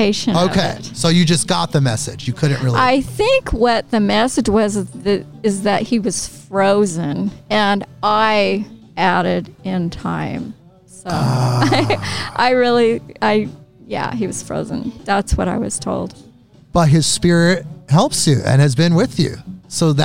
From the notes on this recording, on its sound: In this episode I record live at the haunted White Eagle Saloon in Portland, Or